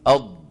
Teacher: لما نقول استطالة يعني طلب الطول. وبينا بأن حافة اللسان كلها من كل الجهات بما فيها الطرف كلها تنغلق على المخرج · Term: مخرج الضاد